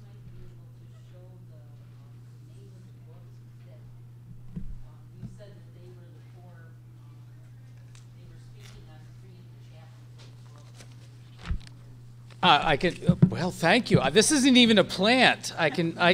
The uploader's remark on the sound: 2018 AASLH Annual Meeting Session Recording Recorded in Kansas City, MO